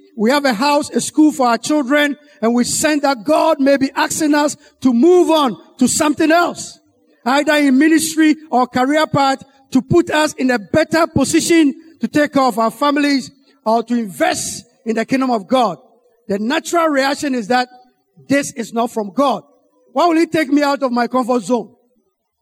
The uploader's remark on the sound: Sermon preached at CBC Adabraka Campus